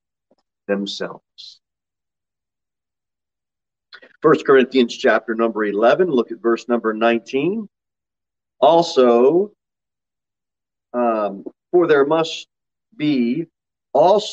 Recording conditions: large echoing room